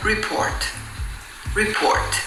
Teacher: In inglese però questa parola non ha l'accento sulla prima, no, ma sulla seconda sillaba. E quindi si pronuncia report.